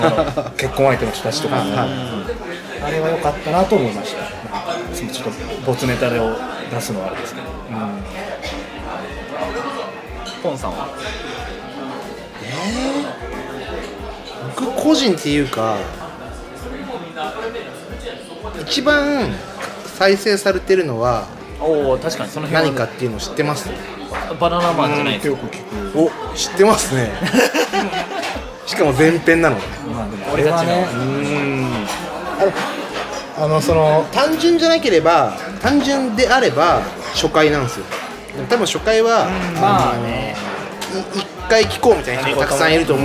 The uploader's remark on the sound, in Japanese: 今回は年末の喧騒を中継できたら(ウソ)とサイゼリヤさんでの録音になってます！